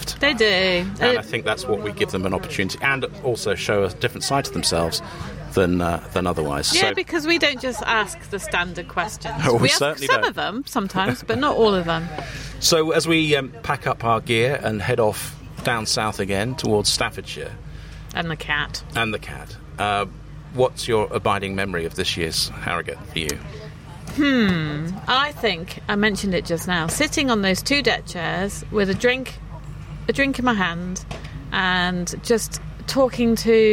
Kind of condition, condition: setting, busy venue